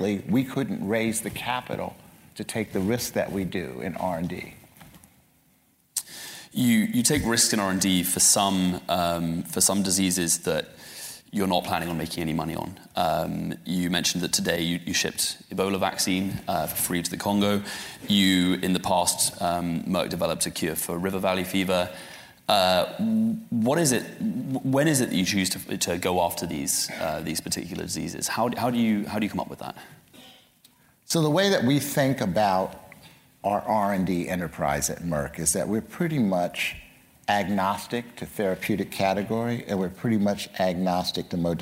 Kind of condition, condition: setting, live audience